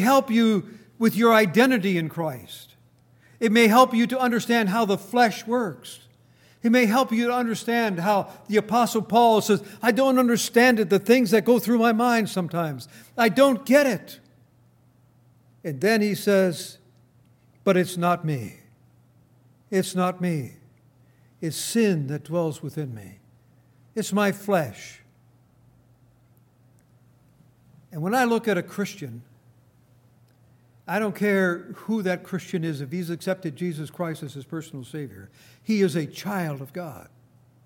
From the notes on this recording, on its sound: Recorded on June 17, 2018, at Grace Bible Fellowship in Front Royal, VA.